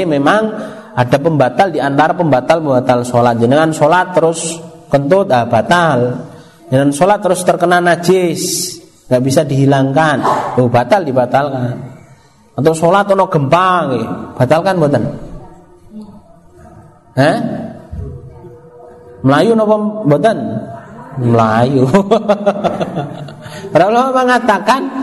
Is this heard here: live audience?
yes